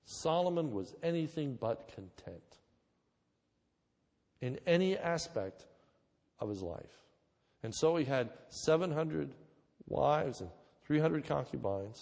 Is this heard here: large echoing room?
yes